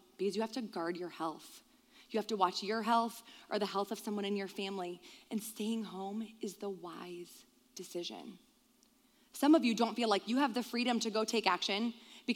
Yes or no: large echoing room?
yes